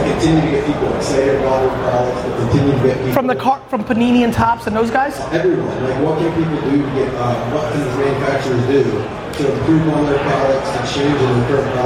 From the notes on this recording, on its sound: Today's episode is a sports card panel/Q&A I did in Chicago while I was at the National Sports Collectors Convention (NSCC).